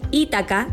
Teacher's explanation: Aunque en griego es una palabra llana, en español se pronuncia habitualmente como palabra esdrújula, de acuerdo con el étimo latino, por lo que se debe escribir con tilde en la I.